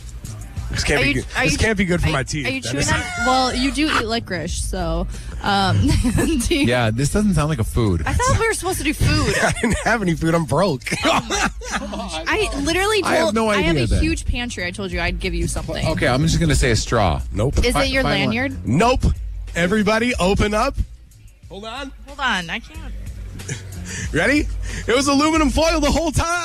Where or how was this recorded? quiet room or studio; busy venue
busy venue